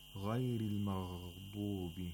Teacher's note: Ghayn in ghayr has to be pronounced with tafkhim because the ghayn has a fatha and it has the second highest level of tafkhim.